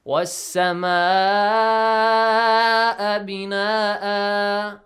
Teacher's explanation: Wasama'a for six counts. Or at least five counts, you have to stretch. · Term: Wajib Muttasil